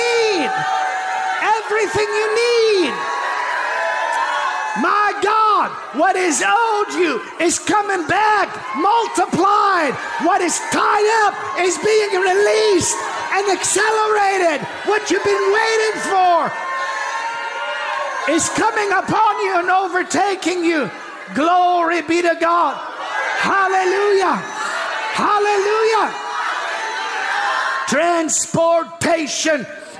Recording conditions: live audience